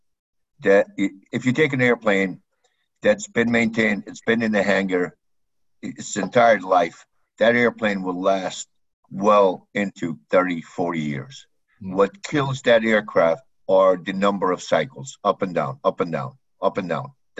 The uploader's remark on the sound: APTN Zoom Call